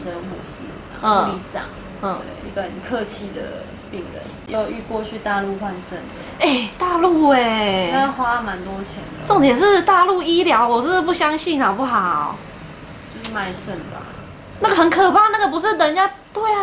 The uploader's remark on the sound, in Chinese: 這集是在朋友家錄音，因住大馬路旁所以會有一些環境音，。加上朋友家養魚所以會有水聲，請見諒。